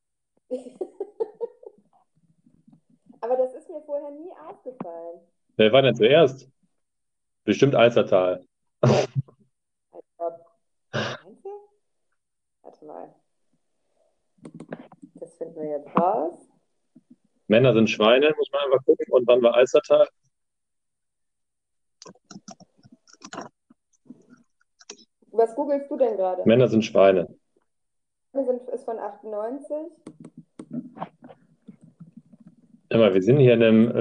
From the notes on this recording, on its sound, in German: Soundprobleme. Entschuldigt bitte die Probleme beim Sound, das Mikro war wohl etwas überfordert.